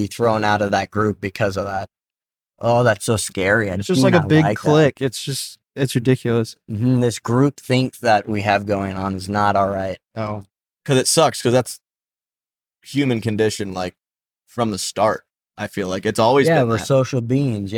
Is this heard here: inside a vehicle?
yes